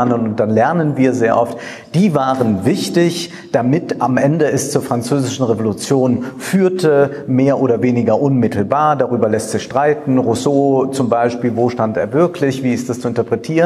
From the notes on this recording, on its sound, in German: In Sinzig vor Publikum.